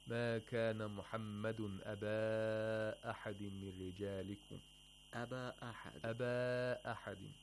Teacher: he lengthened the Maddul Munfasils to about 4 vowel counts